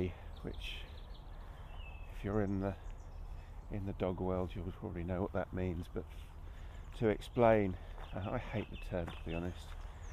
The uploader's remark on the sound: A binaural edition - best listened to via headphones. A morning dog walk and audio ramble.